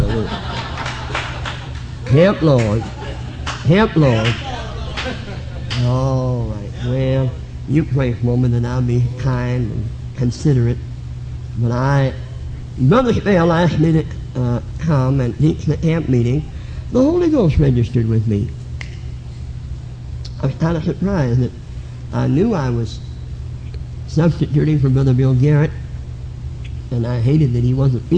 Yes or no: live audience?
yes